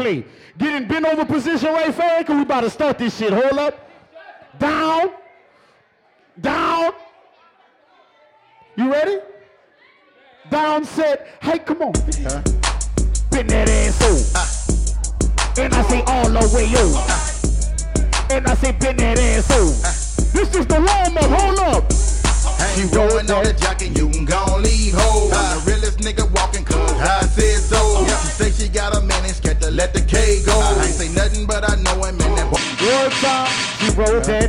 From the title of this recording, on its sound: Bday party live from club real